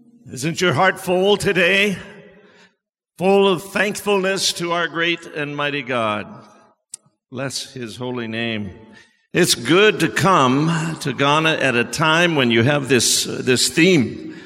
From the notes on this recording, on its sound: Sermon preached at CBC Shiashie Campus